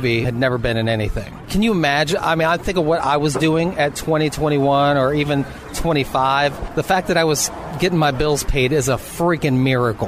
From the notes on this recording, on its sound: sat down outside a cute little cafe in Los Angeles